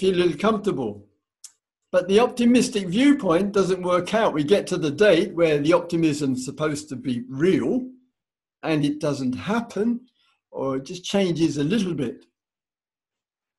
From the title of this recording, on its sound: Insight Zoom Retreat